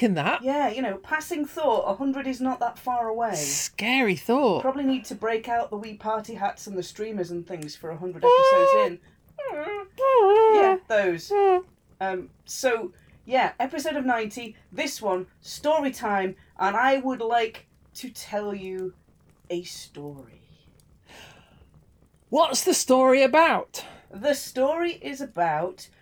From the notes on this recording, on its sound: Background fire ambience